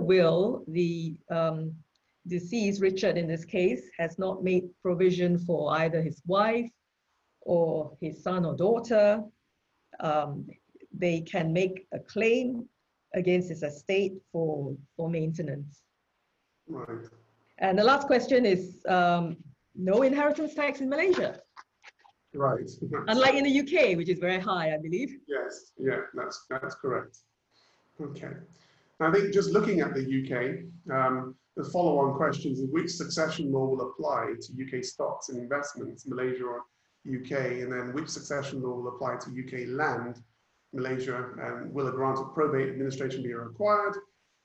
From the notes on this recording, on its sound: Virtual Round Table. Webinar audio recording dated 18 Aug 2020.